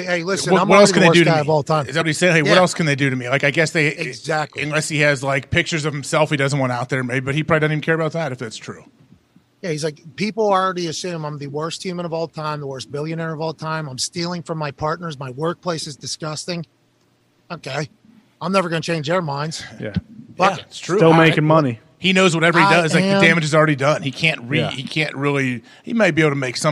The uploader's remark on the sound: LIVE from the set of College GameDay in Knoxville, Tennessee